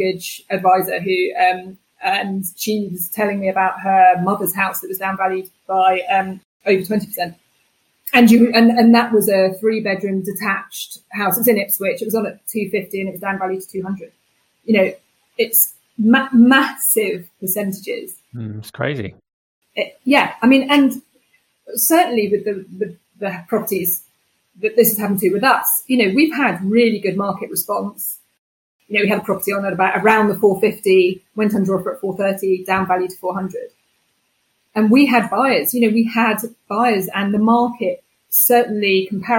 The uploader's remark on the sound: Please accept our apologies for some slight sound issues.